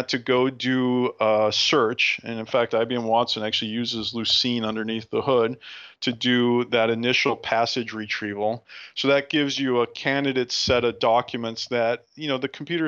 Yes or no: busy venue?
no